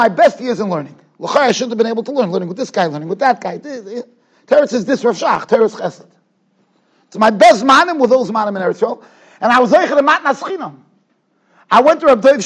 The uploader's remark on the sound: Shiur recorded in Yeshivas Ohr Reuven, Monsey, NY.